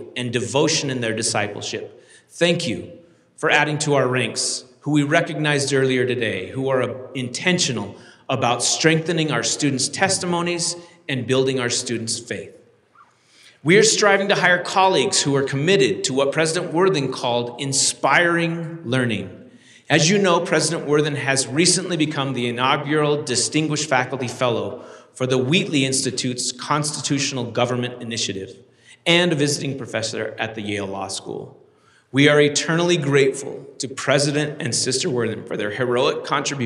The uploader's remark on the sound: delivered this University Conference address on April 27, 2023